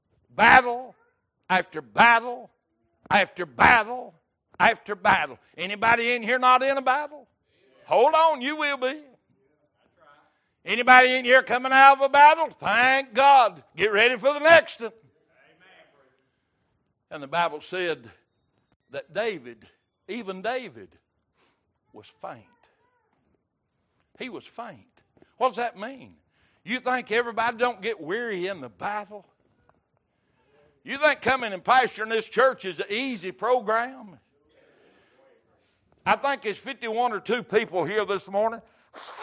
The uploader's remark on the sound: Recorded November 13, 2022 - Sunday Morning Service